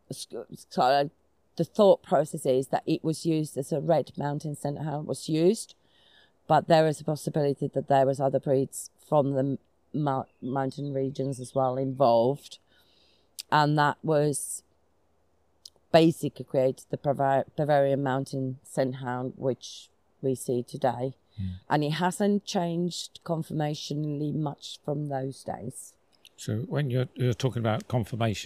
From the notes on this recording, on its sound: was recorded live in the middle of a forest, so we apologise for any poor sound quality